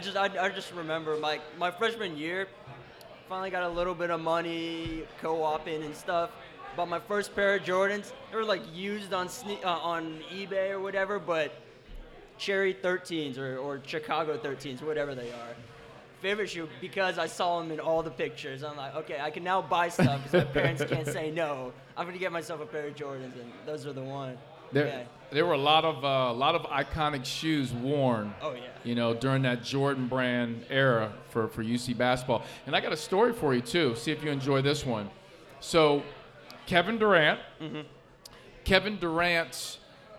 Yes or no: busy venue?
yes